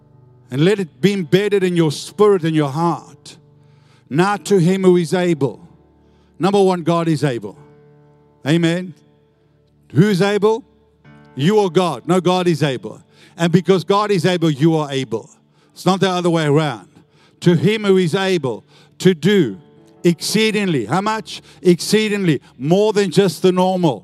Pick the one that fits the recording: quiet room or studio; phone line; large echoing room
large echoing room